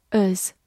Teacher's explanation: 在句子读快的时候，它也可以弱读成 as，字母 a 发弱读的 a · IPA: əz